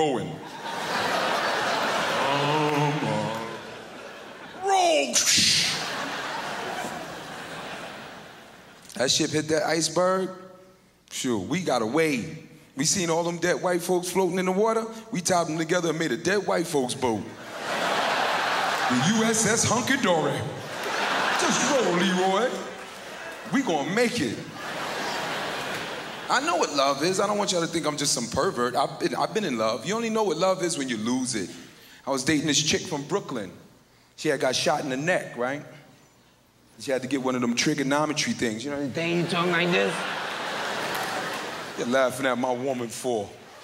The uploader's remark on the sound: brought his particularly explicit brand of comedy to Montreal for the Just for Laughs festival in 2002